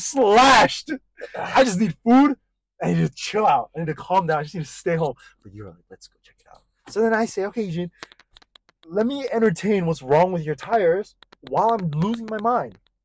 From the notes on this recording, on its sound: We do apologize for the poor audio quality of this episode.